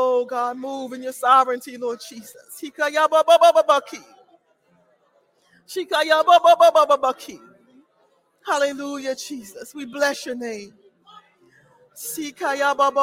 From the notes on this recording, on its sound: This sermon was recorded live on August 14, 2022 at Newark United Pentecostal Church.